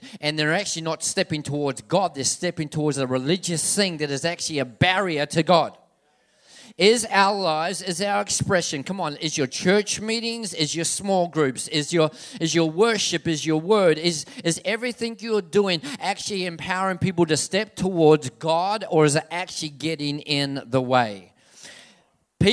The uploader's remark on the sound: This message was recorded on Saturday, 27/7/2019 at River Edge Church.